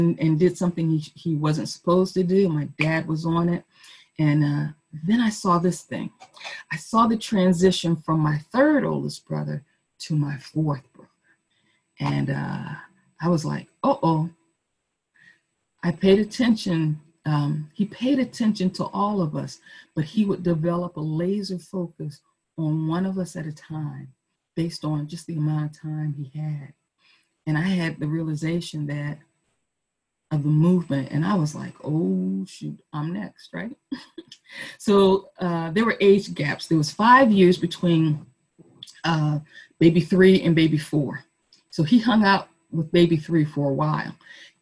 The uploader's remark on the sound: Our zoom streamed service